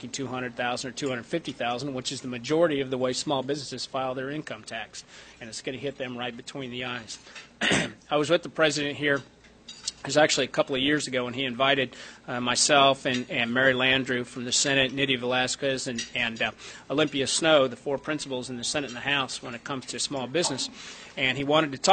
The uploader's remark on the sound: WASHINGTON, DC. Appeared before a Small Business Policy luncheon of The Ripon Society.